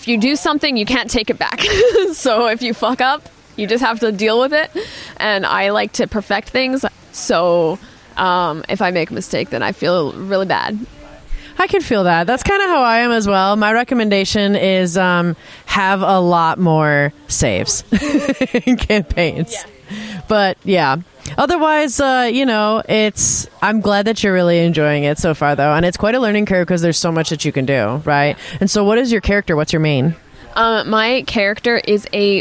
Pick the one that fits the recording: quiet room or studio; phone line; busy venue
busy venue